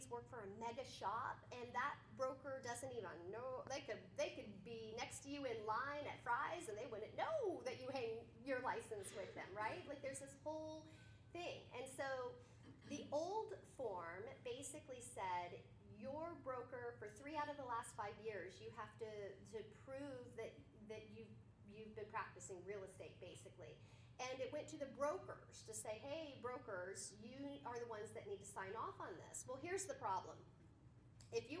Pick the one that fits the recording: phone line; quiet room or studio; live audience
live audience